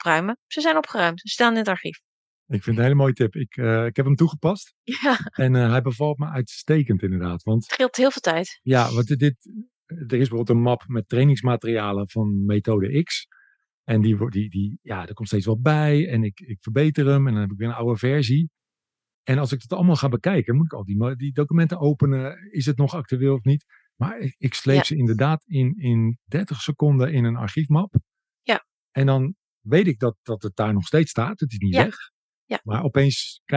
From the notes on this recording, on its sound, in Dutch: heb ik haar via Zoom geïnterviewd